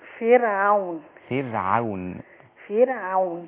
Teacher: العين رقيقة، العين من الحلق وليست من الأنف